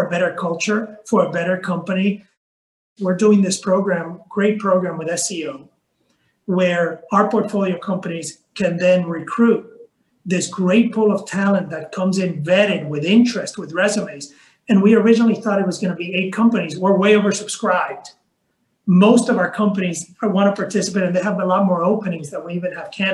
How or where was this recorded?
video call